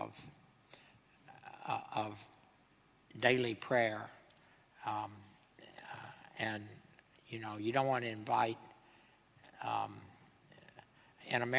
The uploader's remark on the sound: This GodPod was recorded as part of a lecture. This lecture was recorded as part of the McDonald Lecture Series – a collaboration between St Mellitus College and the McDonald Agape Foundation.